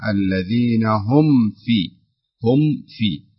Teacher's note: تظهر الميم كاملة، تظهر الميم الساكنة كاملة · Term: إظهار